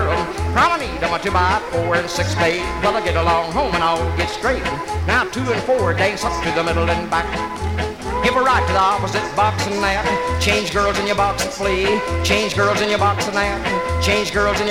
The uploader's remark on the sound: 1964 Blue Star Jubiliee in Houston, Texas THIRD RECORD. From the 1964 Blue Star Jubilee Square Dance held in the Sam Houston Auditorium.